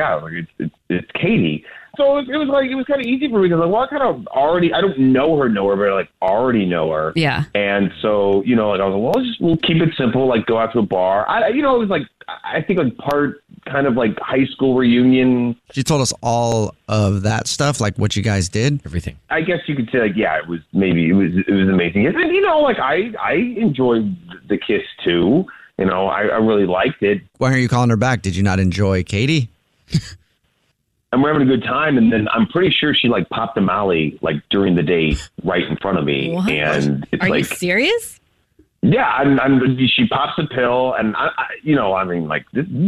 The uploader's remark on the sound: We get that other person on the phone